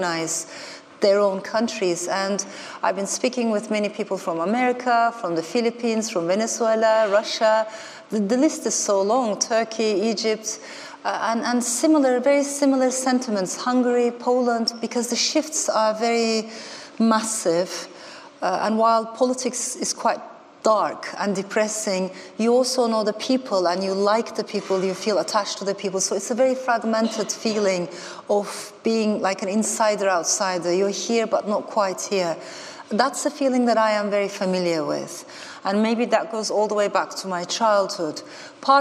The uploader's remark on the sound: in this podcast from the 2019 Festival of Ideas